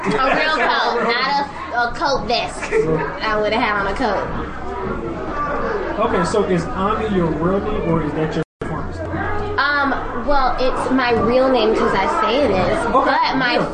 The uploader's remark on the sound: Broadcast live from her company Affairs Of Isis Events&#8217; launch event. Broadcast live from her company Affairs Of Isis Events’ launch event.